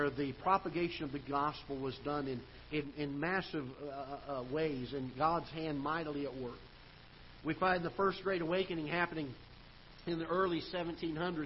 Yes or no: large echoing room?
yes